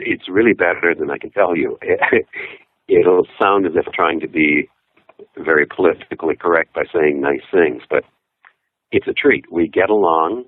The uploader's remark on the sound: We’ll tell you right now, this was a phoner. That’s what we call a telephone interview, but the connection was not crystal clear.